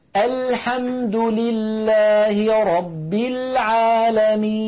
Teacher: ننتقل إلى المخرج الذي بعده وهو مخرج حرف اللام، وهو المخرج الخامس. اللام من أدنى حافة اللسان إلى منتهى حافة اللسان من الجهتين